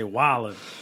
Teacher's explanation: you don't pronounce the D in Wildin